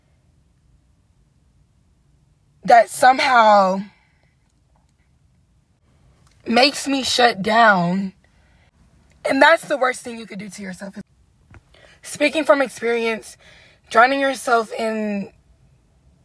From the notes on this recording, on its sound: I sat in my car at 1:00 am recording an episode